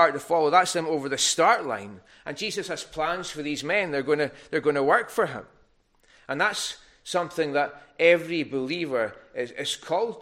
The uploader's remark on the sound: recorded at North Harris Free Church on the morning of Sunday, 3rd March 2024